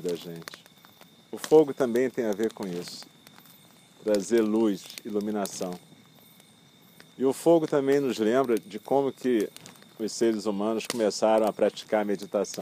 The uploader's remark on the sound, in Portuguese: Meditação do espaço aberto, realizada ao ar livre, de noite, em volta da fogueira (é esse o crepitar que se escuta na gravação).